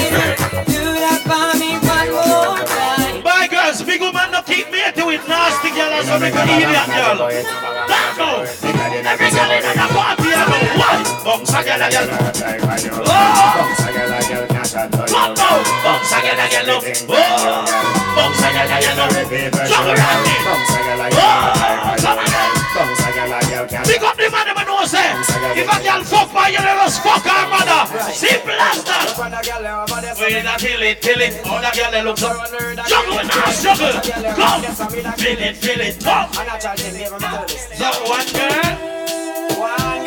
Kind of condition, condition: setting, busy venue